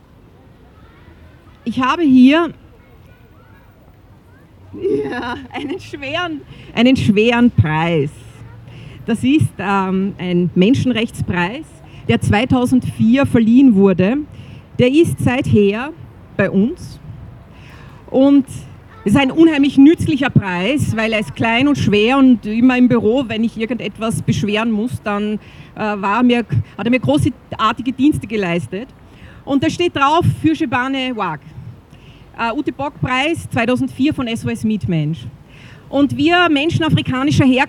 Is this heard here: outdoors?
yes